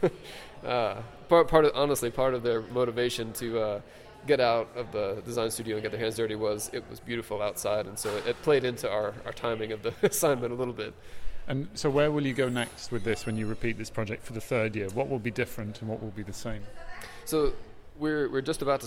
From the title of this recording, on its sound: live from day one of NCBDS 32